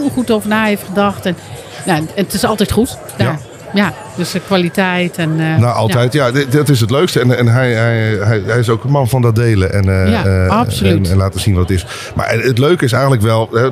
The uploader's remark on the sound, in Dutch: Aan de Stamtafel op de Horecava. Bij onze Stamtafel op de stand van de SVH. Is opgenomen te midden van de Horecava. Met dank aan SVH voor een plekje op hun Horecava stand.